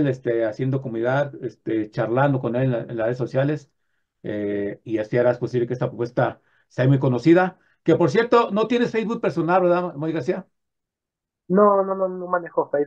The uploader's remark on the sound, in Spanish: Charlamos vía zoom